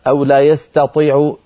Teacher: يجب أن ترقق التاء وتفخم الطاء · Term: ترقيق التاء